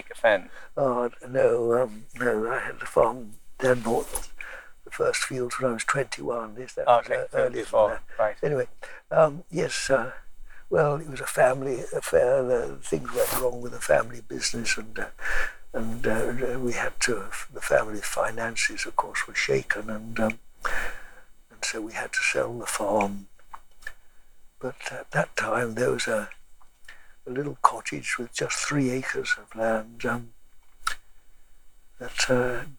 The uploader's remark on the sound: The interview we have here was in his “first church” as he describes it, which is the hillside overlooking Bakewell. There is some background noise in this interview so apologies in advance. The worst part is around minute 16 but it gets better after that. Wind noise worse here.